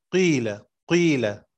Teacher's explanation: يقرؤونها بإشمام كسرة القاف بالضم، قيل قيل هكذا. · Term: الإشمام